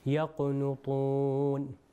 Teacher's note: इसकी बाज़ हमने मिसालें दी थी कि काफ़ और तोए की, जो काफ़ और ता की बाज़ मिसालें हैं जो हमारे सामने हैं, यकनुतून के यकनुतून नहीं पढ़ेंगे, बल्कि जब काफ़ के ऊपर साकिन है तो थोड़ा सा इसको हम हरकत देंगे, यकनुतून। और मिसाल के तौर पर तरीक़ था, तरीक़, काफ़ को जो है हम थोड़ी सी हरकत देंगे। · Term: क़लक़ला